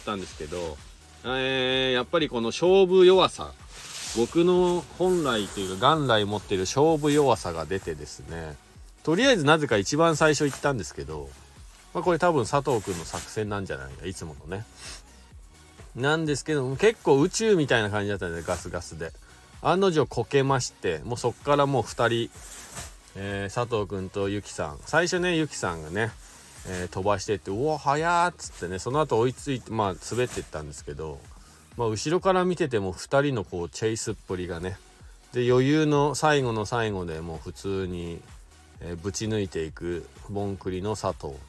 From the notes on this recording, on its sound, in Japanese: 白馬八方尾根。本日、白馬八方スキー場で滑り終了後 車の中から。